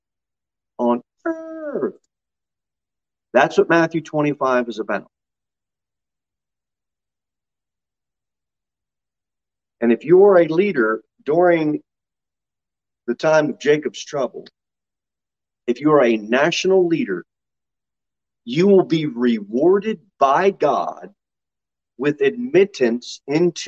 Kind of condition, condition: setting, large echoing room